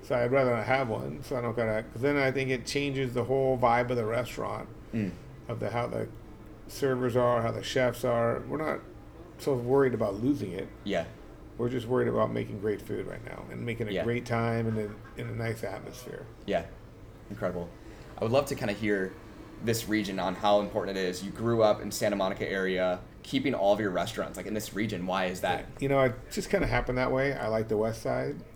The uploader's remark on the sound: LIVE from Mélisse